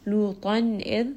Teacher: this is going to be إظهار. We have a تنوين followed by one of the throat letters, همزة ها عين ها غين خا.